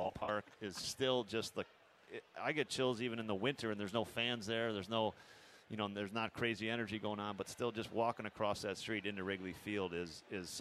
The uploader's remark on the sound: live at Cubs Convention